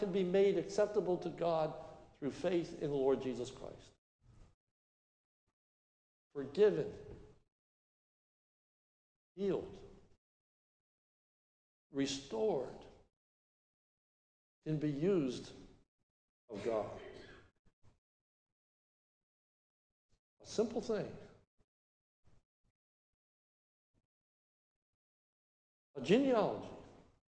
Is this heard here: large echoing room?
yes